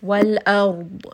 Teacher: just rest on the ضَاد without having too much of a bouncing sound